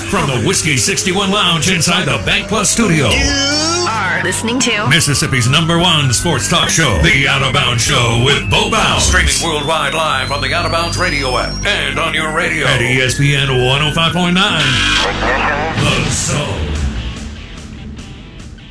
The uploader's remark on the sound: Live in the BankPlus Studio. Joins the show on the Farm Bureau guest line.